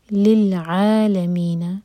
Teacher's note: لام ساکن پر جھٹکا نہ ہو